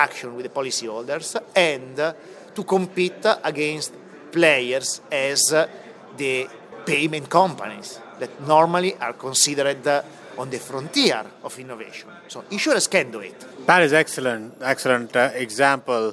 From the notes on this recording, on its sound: This interview was recorded at Connected Insurance event in Chicago.